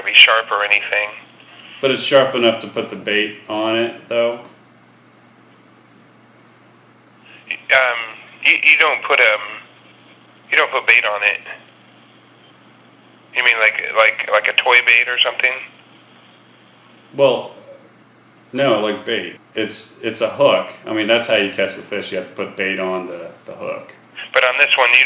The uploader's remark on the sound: …'s Personal Prank Phone Calls Collection.